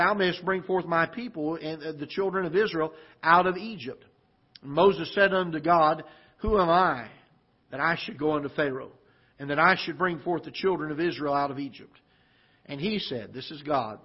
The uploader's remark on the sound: Ketha Heights Baptist Church ~ Live Broadcast